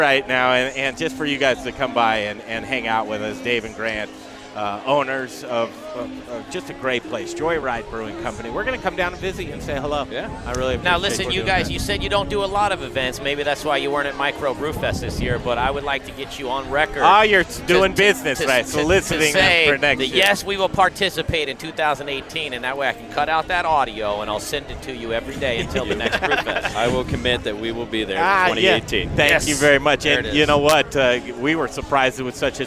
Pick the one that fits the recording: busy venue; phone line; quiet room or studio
busy venue